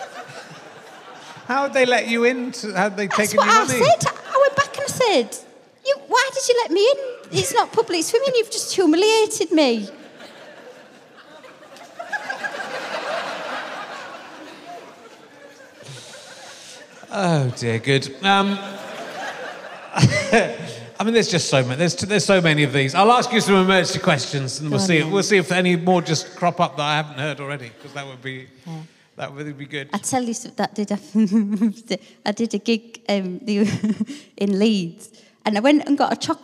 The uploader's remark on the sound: At Hull City Hall for his last RHLSTP recording of 2019.